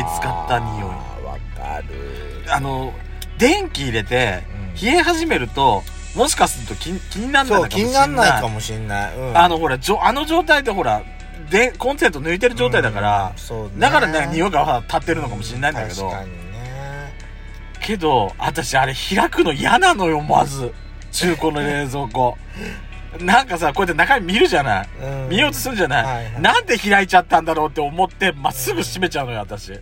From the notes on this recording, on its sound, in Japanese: 2人組。パーキング収録。